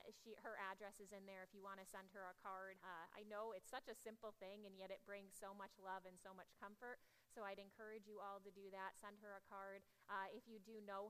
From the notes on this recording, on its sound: Audio from 9am service